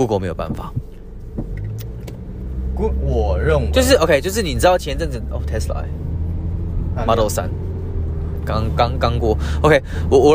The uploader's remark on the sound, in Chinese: 我們把整個錄音室搬到了車上，在行車的路上